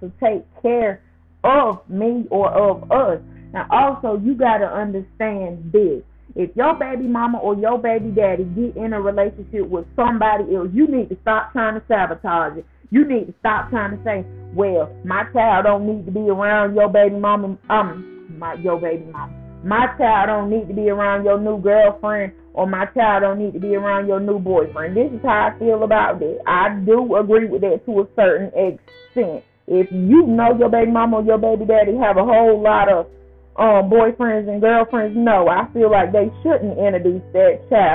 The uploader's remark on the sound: I apologize for the sound on this episode.